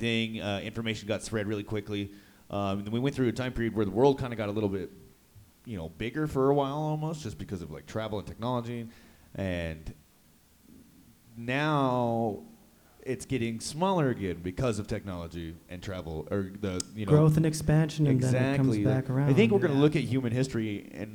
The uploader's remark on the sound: We went live at Western Sky Bar & Taproom in Englewood, CO and heard some poetry and some sick jams. TWO STRING BASS AND SAX!